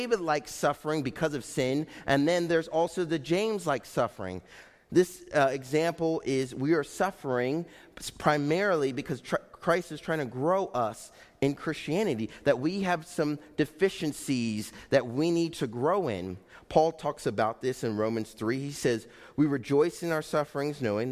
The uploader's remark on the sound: Faith Baptist Church in Hamilton, NJ.